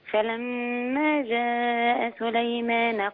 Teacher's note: إن جاء ده مد متصل أربع حركات